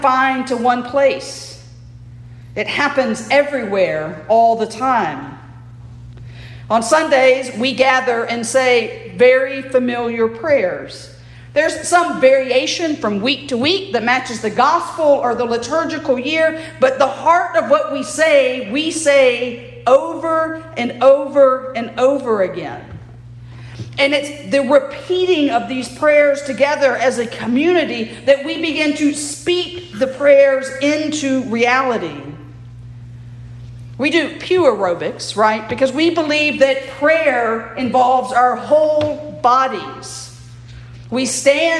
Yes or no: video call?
no